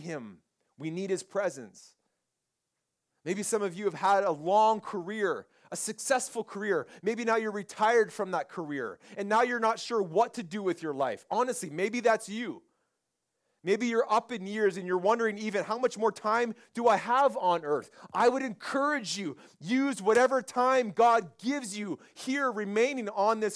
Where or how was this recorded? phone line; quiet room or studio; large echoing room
large echoing room